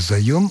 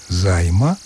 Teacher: Начальная форма этого слова «заем», а когда мы начинаем склонять его, то гласный пропадает, гласный между звуками «й» и «м» пропадает · Shown in: second take